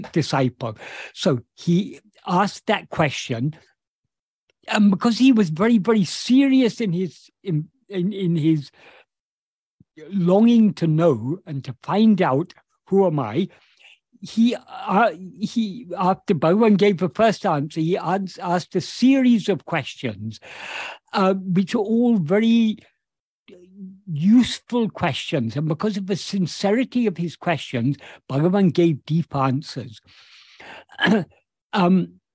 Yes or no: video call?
yes